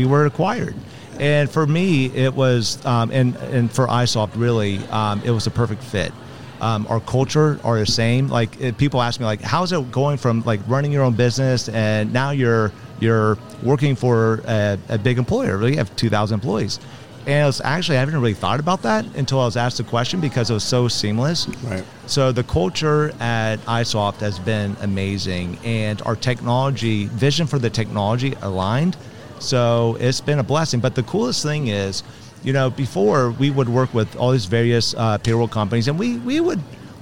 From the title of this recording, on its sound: Live from SHRM 2022